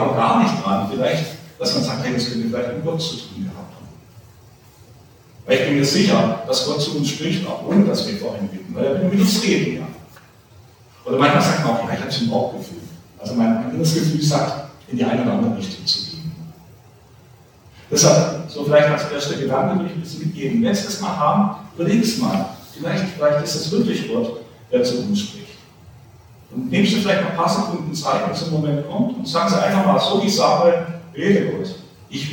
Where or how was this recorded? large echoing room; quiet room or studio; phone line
large echoing room